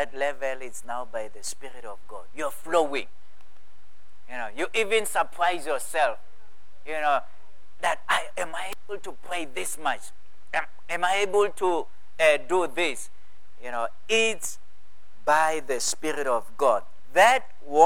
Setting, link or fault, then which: setting, large echoing room